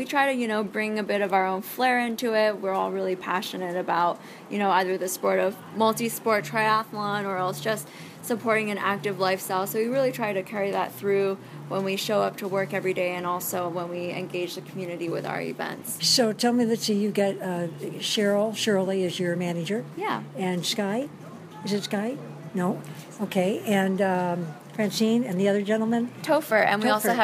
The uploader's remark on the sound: Kona Beach & Sports, Kailua Village Big Island of Hawaii. Walk and talk while in the store. In the Kona Inn Shopping Village (on Ali Drive oceanside in Kailua Village).